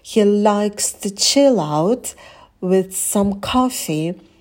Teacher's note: Вот этот предлог to произносится прям мега быстро, мы его голосом не выделяем.